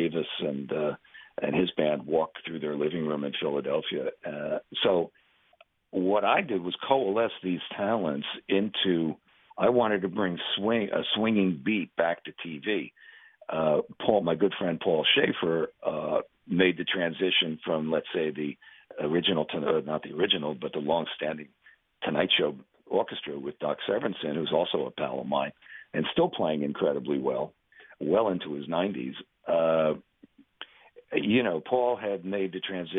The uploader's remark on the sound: chat by phone